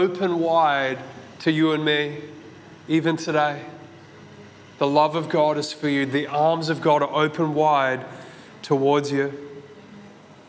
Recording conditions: large echoing room